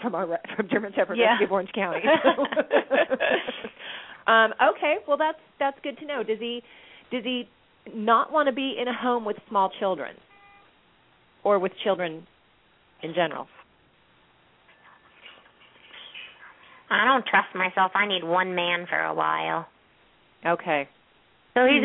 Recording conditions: phone line